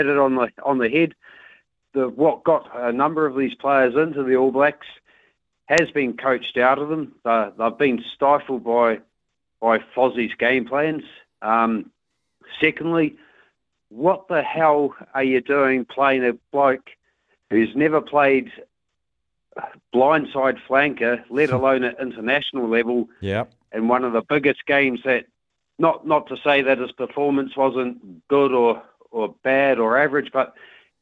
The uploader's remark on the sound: goes to the phones to talk to you